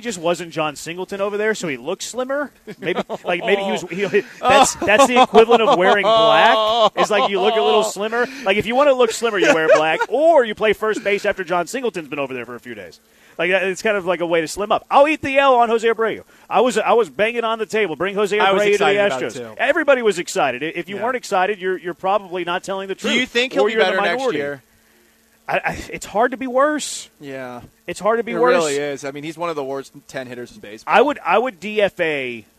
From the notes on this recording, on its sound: LIVE from the Circa Resort and Casino in Las Vegas!